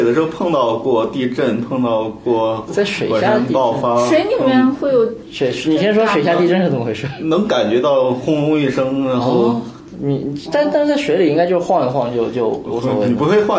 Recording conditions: poor microphone